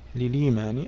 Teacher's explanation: حذفت الهمزة ونقلت حركتها إلى اللام التي قبلها · Term: النقل